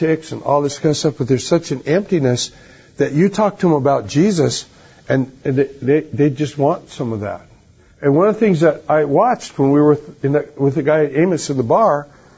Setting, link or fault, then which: setting, live audience